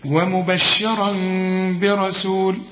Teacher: إقلاب مع الإخفاء مع الغنة، فما أقفلش شفايفي